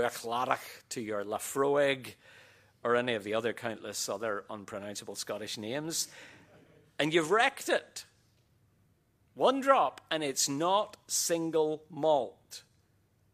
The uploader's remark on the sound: QTC Chapel Service